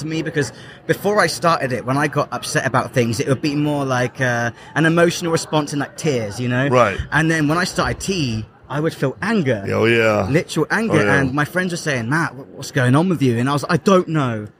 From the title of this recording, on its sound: Live at AmFest